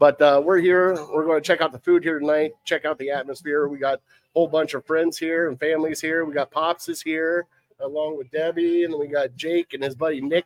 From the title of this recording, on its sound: Live At Gino's